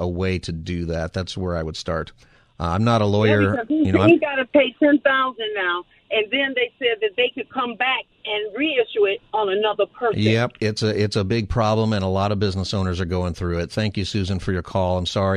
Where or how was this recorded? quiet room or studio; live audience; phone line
phone line